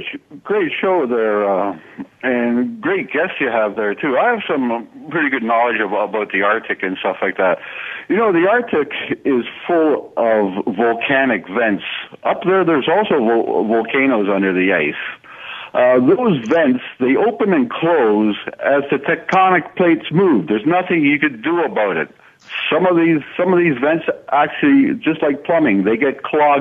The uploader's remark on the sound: opens the phone lines for questions from listeners